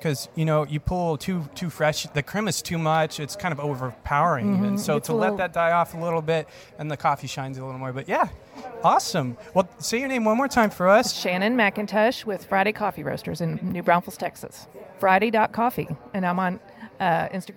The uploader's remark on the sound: I found myself on a last-minute flight to Boston for the SCA Expo this year. Host an open-mic style interview with any coffee loving person I could find.